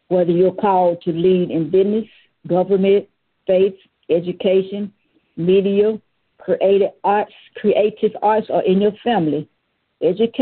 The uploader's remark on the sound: Conference Call